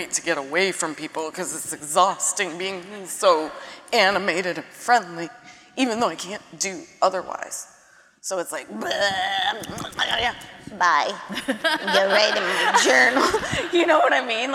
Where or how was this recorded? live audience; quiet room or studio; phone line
live audience